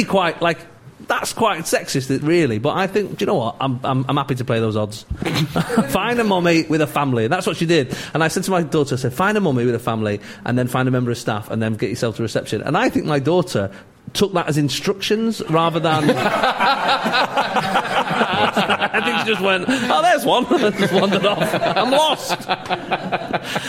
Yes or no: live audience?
yes